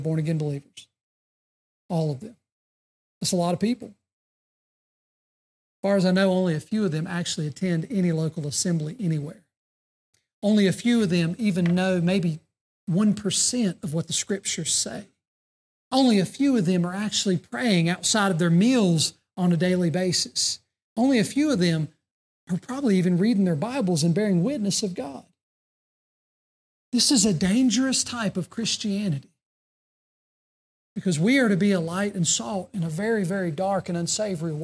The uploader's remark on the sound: during the Sunday morning service on February 11, 2024, at Southside Baptist Church in Mount Airy, NC.